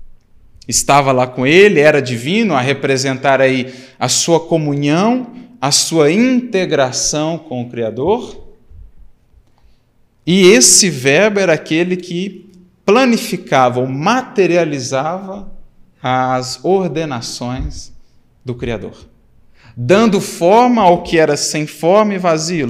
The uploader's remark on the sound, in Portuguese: Seminário gravado no Auditório Francisco Cândido Xavier. Em São Paulo.